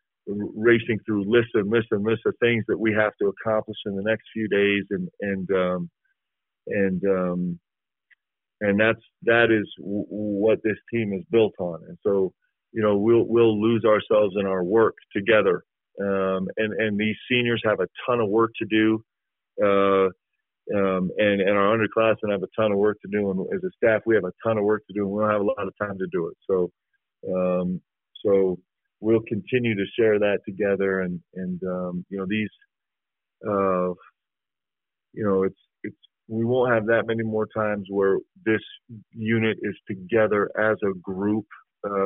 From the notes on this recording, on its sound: spoke with the media via a teleconference